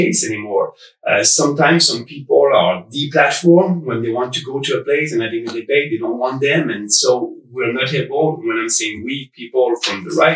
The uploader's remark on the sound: We are sorry for the sound quality, we had some technical problems with the audio equipment.